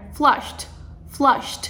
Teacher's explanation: Quase que tem um som de T, porque é só um estralo.